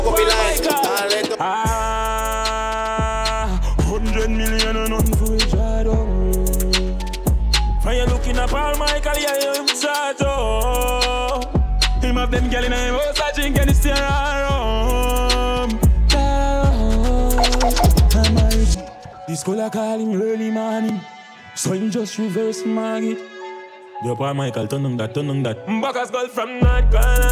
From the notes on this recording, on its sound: LIVE AT REFILL TUESDAYS IN THE BRONX